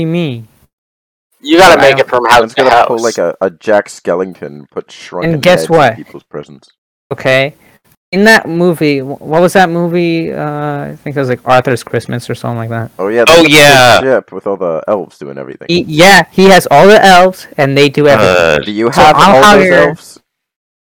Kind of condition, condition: fault, poor sound quality